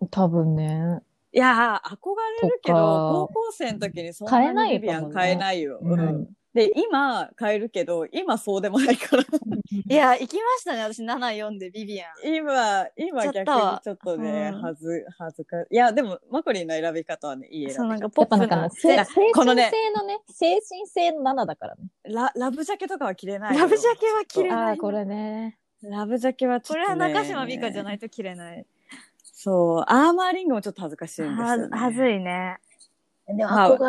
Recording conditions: video call